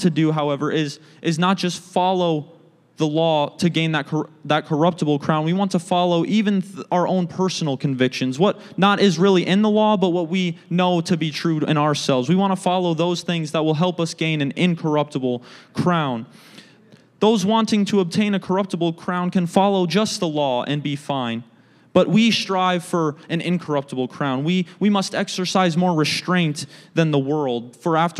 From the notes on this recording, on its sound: a service recording from Connect Point UPC